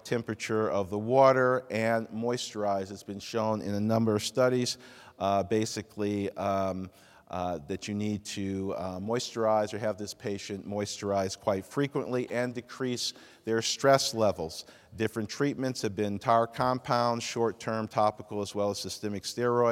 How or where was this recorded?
large echoing room